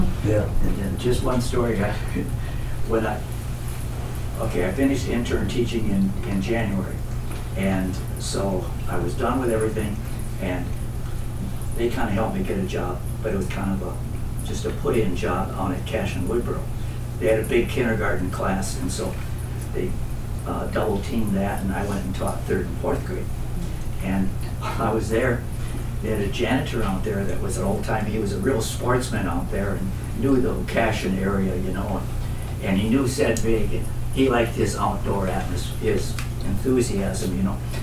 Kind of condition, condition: setting, busy venue